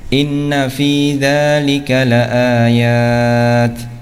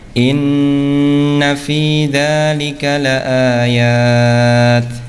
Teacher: cara membaca yang salah, ya, tanpa dengung atau tanpa ditahan · Shown in: second take · Term: gunnah